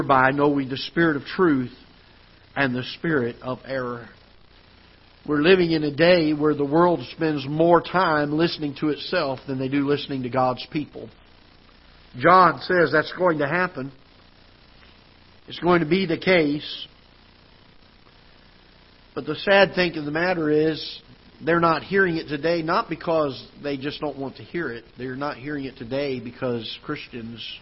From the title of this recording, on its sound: Ketha Heights Baptist Church ~ Live Broadcast